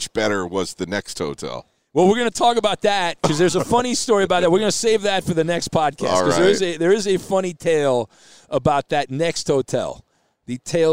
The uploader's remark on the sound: Are live from the Super Bowl! Join the show from Radio Row!